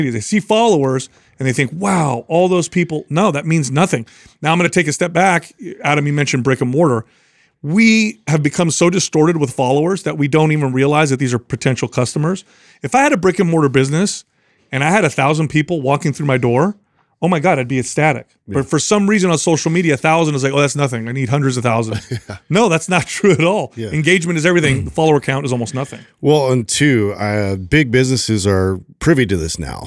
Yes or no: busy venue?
no